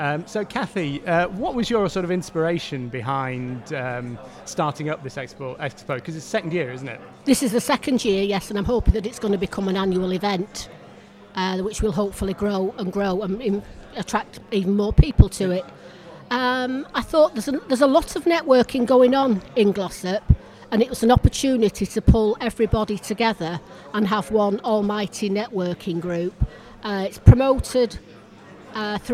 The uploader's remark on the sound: Live from the Glossop Business Expo